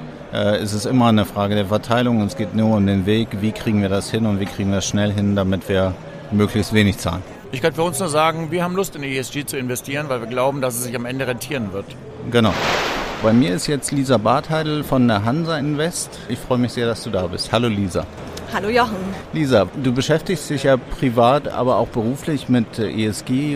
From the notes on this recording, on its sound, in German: EXPO REAL On Air 2.0 // Sonderfolge: EXPO REAL 2023. Live aufgenommen am Messestand der CINTHIA Real Estate auf der EXPO REAL 2023 in München.